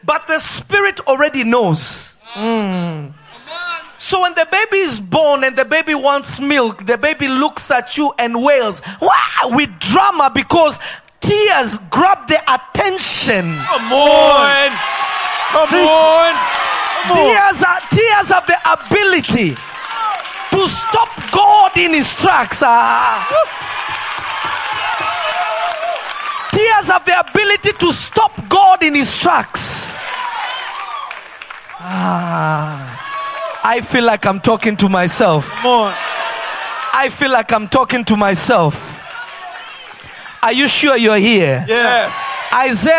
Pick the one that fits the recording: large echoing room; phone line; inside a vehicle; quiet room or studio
large echoing room